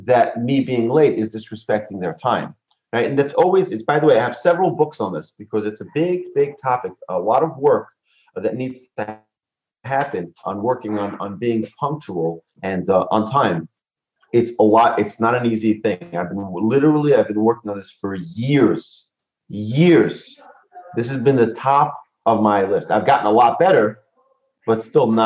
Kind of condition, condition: link, video call